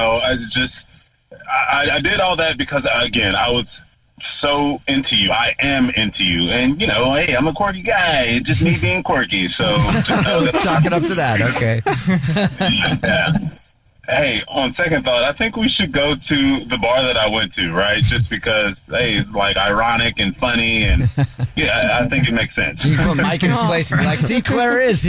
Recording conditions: phone line